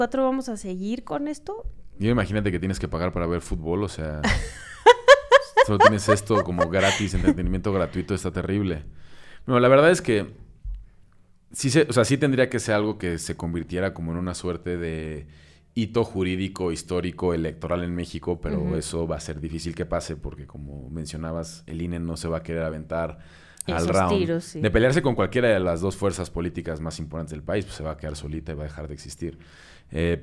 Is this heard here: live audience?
no